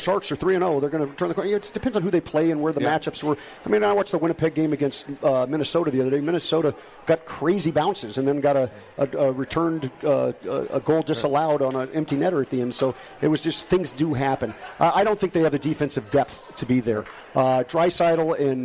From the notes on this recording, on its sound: Live from The Cosmopolitan of Las Vegas.